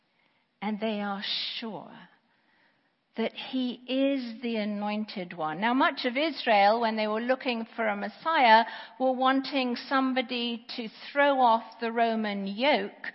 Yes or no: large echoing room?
yes